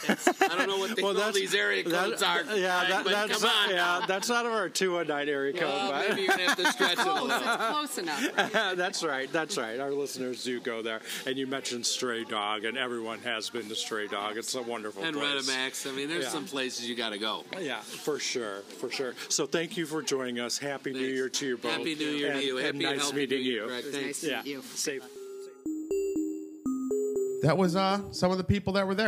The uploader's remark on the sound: Live from Blue Moon Vintage Market